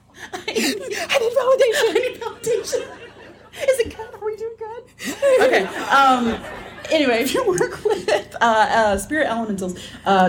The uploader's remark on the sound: Pyromorphite and Pigeons LIVE at Anahata's Purpose '22. We're still on the road travelin' home from Pennsylvania, so we're releasing our live show from Anahata's Purpose!